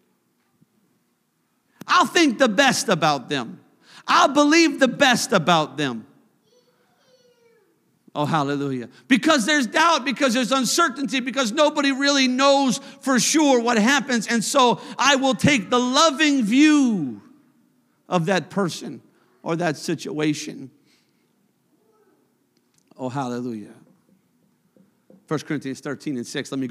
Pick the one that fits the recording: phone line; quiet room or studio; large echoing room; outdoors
large echoing room